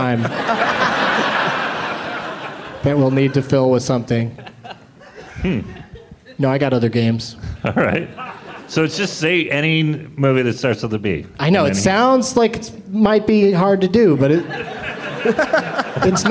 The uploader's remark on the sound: Live from Day One of Bumbershoot in Seattle, WA